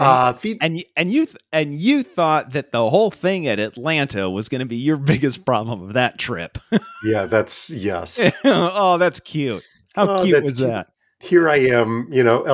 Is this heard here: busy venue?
no